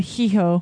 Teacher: That H is silent.